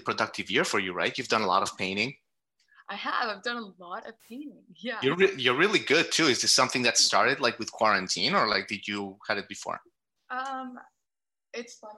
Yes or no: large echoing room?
no